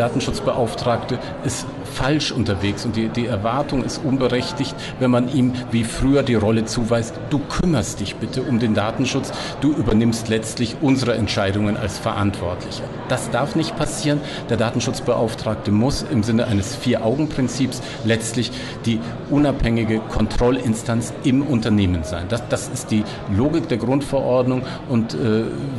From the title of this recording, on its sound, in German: Live von der IDACON 2023